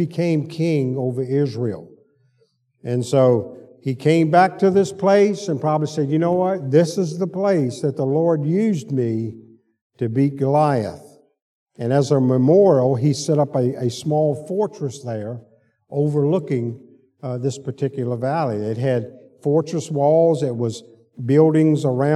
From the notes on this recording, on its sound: Sunday school lecture